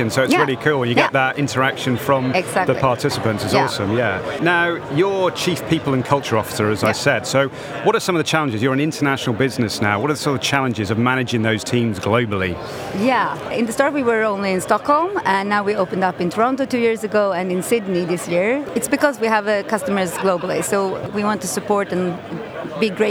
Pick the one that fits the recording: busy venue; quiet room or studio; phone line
busy venue